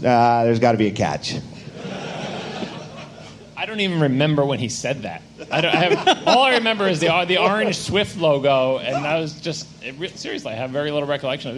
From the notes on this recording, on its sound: Live From WWDC 2014